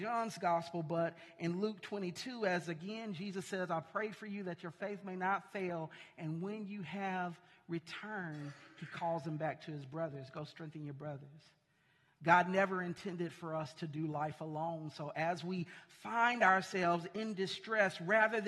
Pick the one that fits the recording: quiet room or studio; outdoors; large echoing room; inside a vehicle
large echoing room